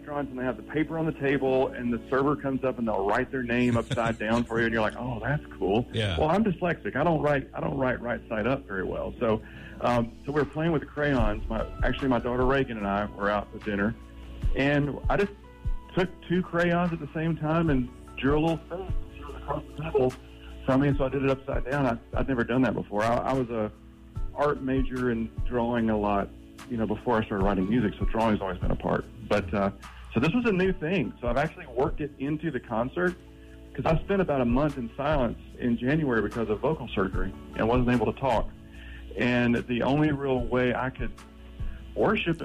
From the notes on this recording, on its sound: The Bridge Morning Show. By phone.